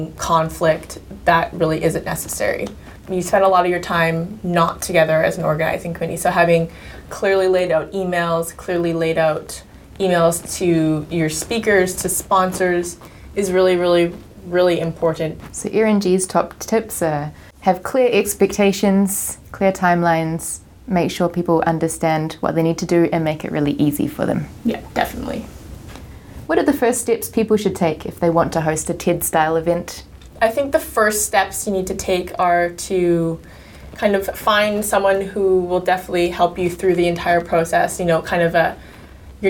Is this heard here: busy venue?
no